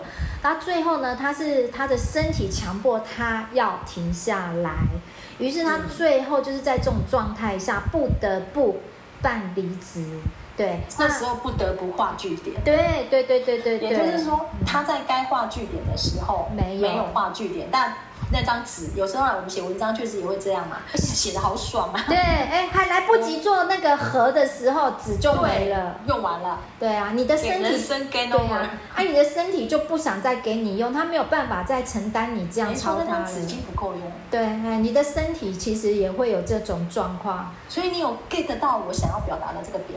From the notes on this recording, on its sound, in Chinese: 後製時，發現有些雜音，聽起來沒那麼愉悅，還請聽眾們稍忍一忍